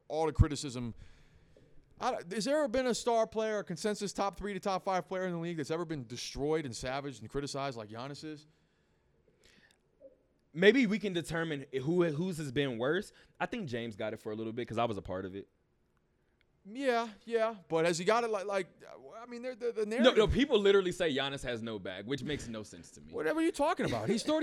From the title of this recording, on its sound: Live from Westgate